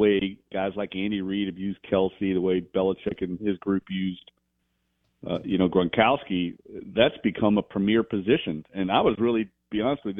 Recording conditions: phone line